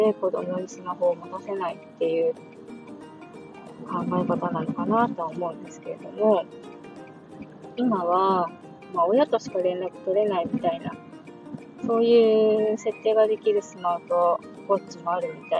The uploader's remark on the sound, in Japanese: ワイヤレスイヤホンで録音しているのでノイズがはいっています。